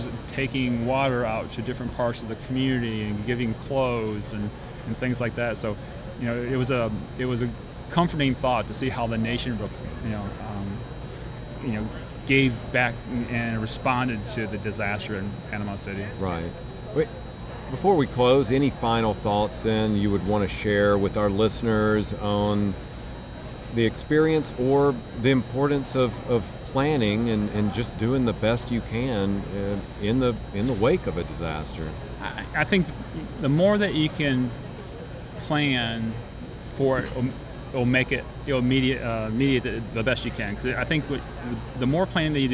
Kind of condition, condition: setting, busy venue